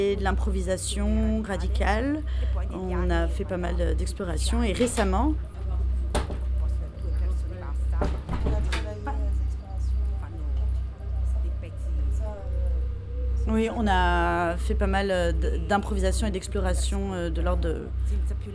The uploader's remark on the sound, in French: Court documentaire sur l'enregistrement du rituel. Au café central à Bruxelles.